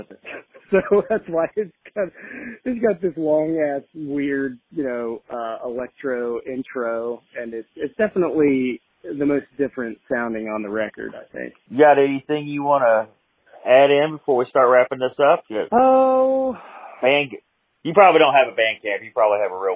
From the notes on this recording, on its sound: calls in to chat